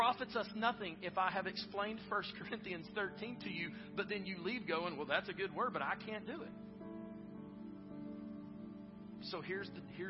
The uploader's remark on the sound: Preached at Northstar Church (south campus), in Knoxville, TN.